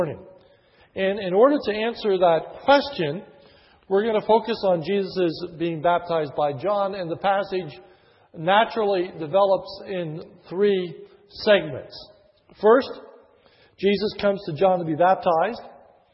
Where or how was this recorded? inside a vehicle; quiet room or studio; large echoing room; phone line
large echoing room